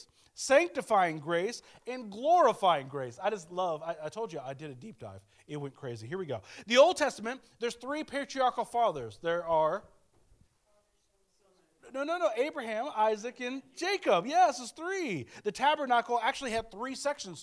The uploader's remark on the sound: speaking at Soma Community Church in Jefferson City, MO on 14 May 2023